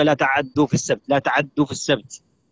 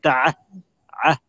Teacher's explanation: تعدوا في السبت، اختلسنا منها بعض الحركة · Term: اختلاس